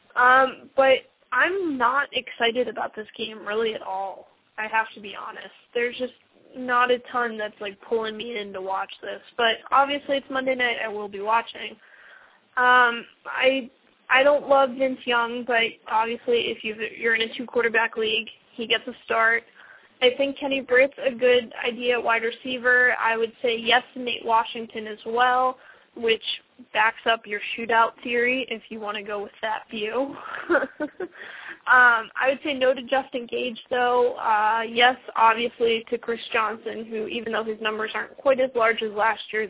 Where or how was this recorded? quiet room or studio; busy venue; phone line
phone line